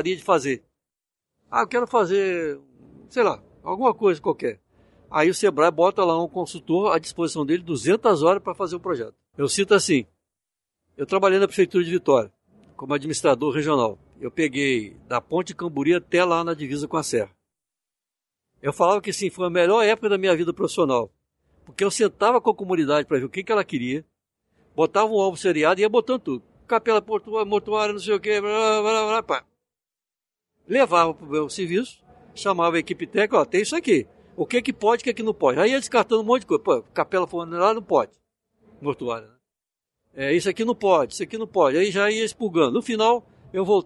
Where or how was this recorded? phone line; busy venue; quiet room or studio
busy venue